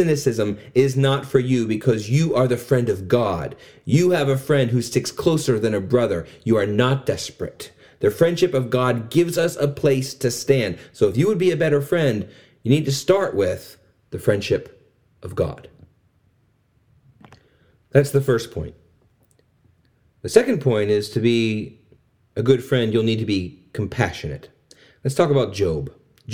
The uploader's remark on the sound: This sermon is part of a Church Essentials series preached at River of Life Christian Fellowship.